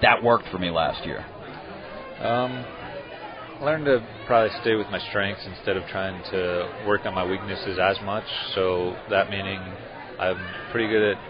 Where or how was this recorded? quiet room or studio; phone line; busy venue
busy venue